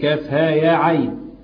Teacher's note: العين فيها وجهان اللي هما الأربعة والستة